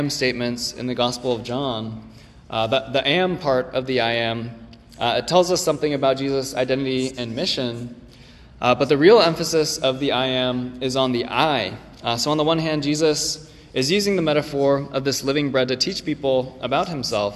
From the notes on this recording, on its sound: this recording is from 11/19/23 when the same sermon was preached at Ascension Presbyterian in Hillsboro, OR.